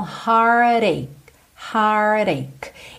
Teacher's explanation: você vai ter enrolado a língua para o R do har e já vai para o rararã desse T, ok? Então, heartache.